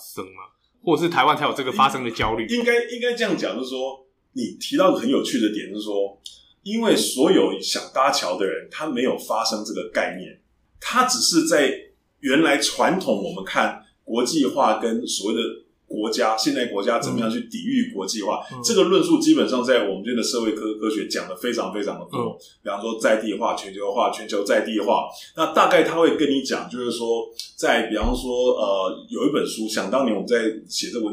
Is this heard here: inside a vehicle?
no